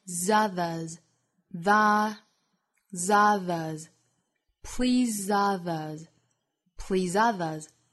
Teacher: You can't live your life to please others,也是可以的。那还需要注意一个发音呢，就是 please 这个词。这个词呢，它首先是一个紧音的元音是 E,那还要注意后面 SE 是读浊辅音的 Z,所以跟后面连读是 Zothers